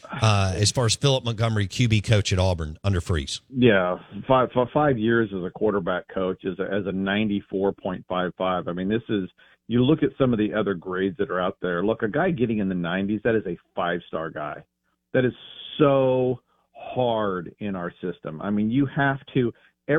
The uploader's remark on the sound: Joins the show on Farm Bureau guest line. Live in the BankPlus Studio.